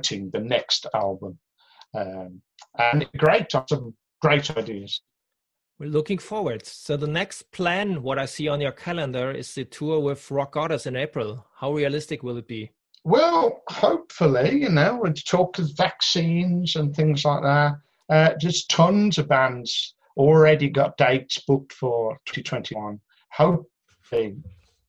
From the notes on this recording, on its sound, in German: In einem Zoom-Call.